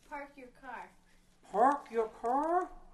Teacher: One of the big things you'll hear with a Boston accent is the omission of the R sound, and then also a substitution of an A sound for an A sound.